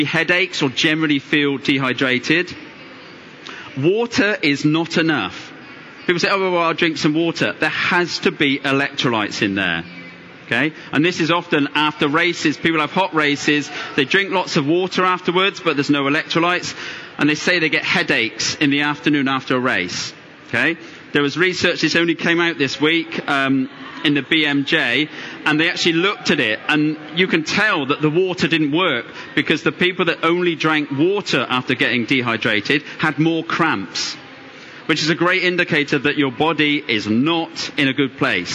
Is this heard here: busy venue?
yes